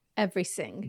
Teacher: they don't use a th in German at all. So we have to replace it with something that's similar. So we're going to put an S in place.